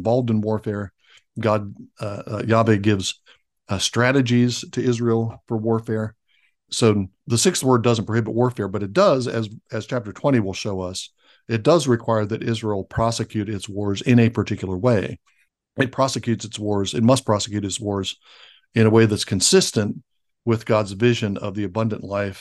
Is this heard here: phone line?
no